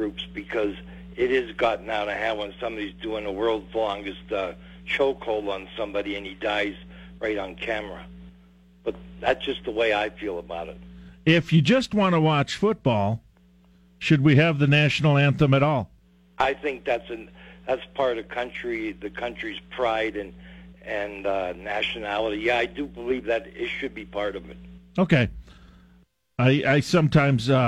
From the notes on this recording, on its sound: takes your phone calls on News Radio KKOB